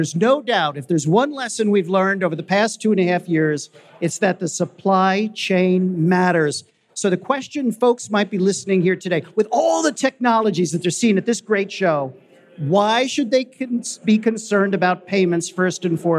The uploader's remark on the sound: Fireside chat on day 1 of the Future of Supply Chain Conference in Northwest Arkansas.